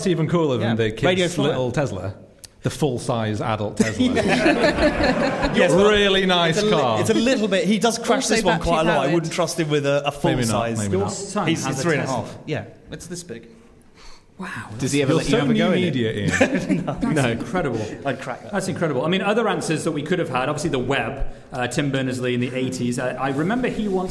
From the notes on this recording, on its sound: LIVE from London! We taped this episode live in front of an invite-only studio audience at London’s TechHub.